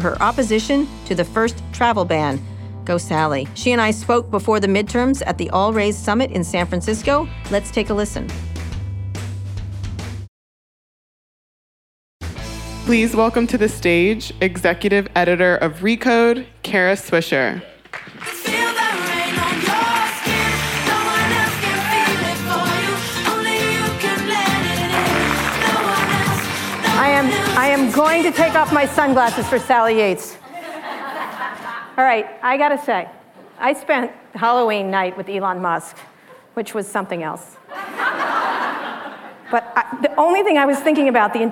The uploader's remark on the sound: In front of a live audience at the AllRaise Summit in San Francisco.